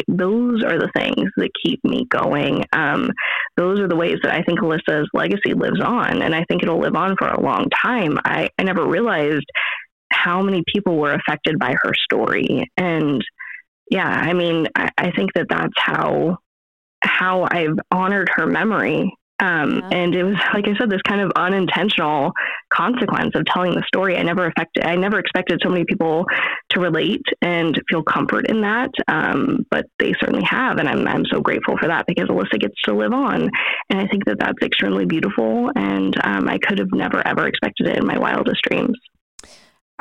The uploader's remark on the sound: our phone connection was a little wonky